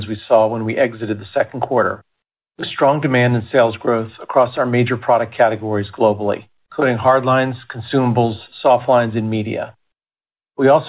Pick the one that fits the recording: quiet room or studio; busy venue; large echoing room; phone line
phone line